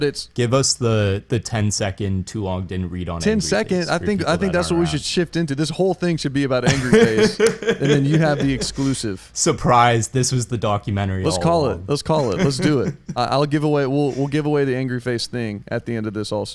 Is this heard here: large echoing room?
no